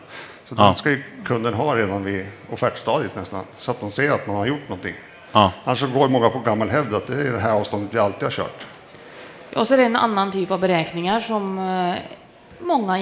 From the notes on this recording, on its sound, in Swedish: Elinstallapodden Live från Elfack